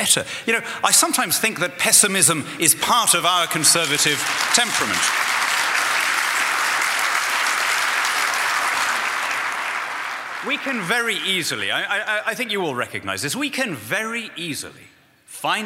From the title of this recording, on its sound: speaks at Acton’s 2014 Anniversary Dinner